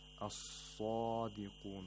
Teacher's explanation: The صاد has the highest level of تفخيم because it has an ألف المد and it's a letter of استعلاء.